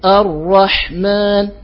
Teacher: كذلك مثلا من الأخطاء مثلا عدم استيفاء هذه الصفة مثلا في الحاء فتقرأ فتجد يقرأ الرحمن فعدم إتيانه بصفة الهمس في الحاء جعله يتكئ على الميم فتظهر كأنها مشددة وإنما الرحمن.